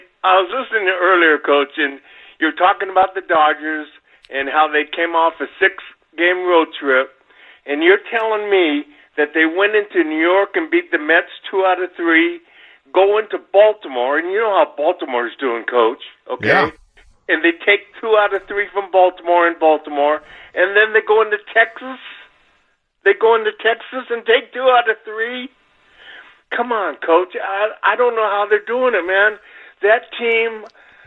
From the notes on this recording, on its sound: Continues to field phone calls from anxious Padres fans.